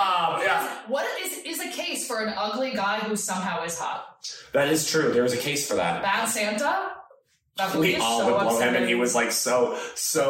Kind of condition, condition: fault, phone or laptop microphone